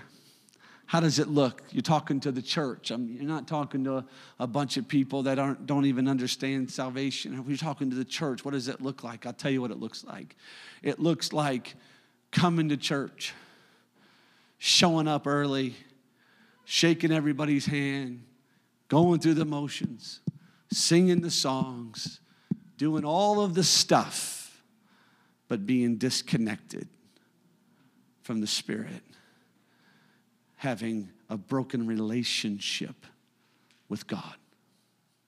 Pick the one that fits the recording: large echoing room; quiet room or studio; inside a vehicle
large echoing room